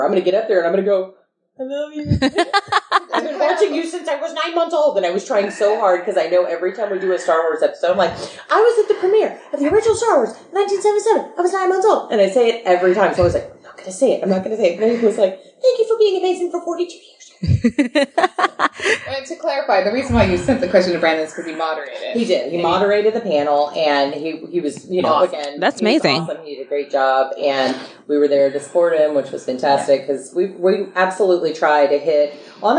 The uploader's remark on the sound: Also, please excuse the audio. When recording quickly on-the-go, we had a few slip-ups!